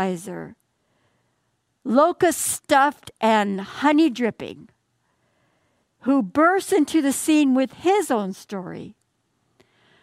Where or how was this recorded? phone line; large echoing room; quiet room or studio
large echoing room